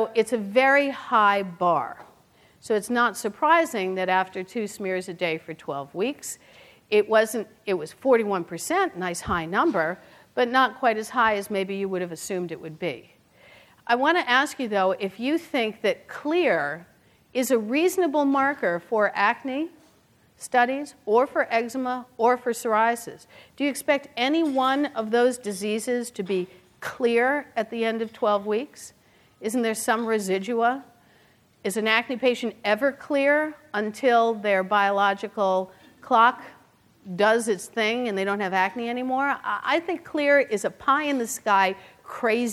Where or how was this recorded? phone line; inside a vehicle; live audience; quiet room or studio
live audience